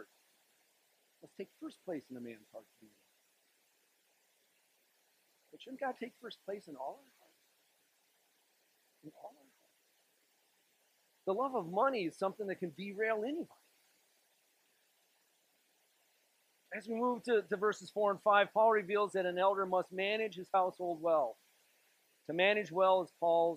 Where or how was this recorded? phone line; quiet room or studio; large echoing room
large echoing room